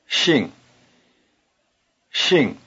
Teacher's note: 姓 is pronounced with the tongue farther forward and with the lips spread. · it starts with a sound that is neither quite like English S nor quite like English SH